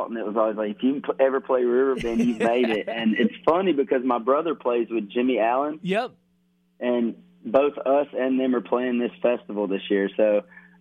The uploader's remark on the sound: called